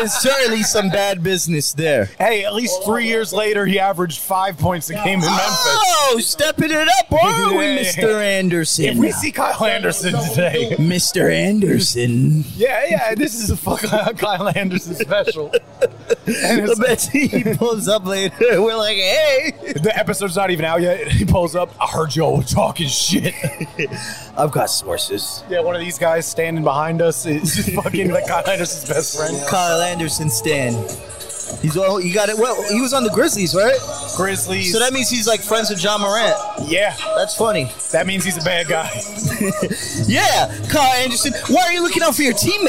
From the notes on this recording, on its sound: Live from Rucker Park on 8/3/23!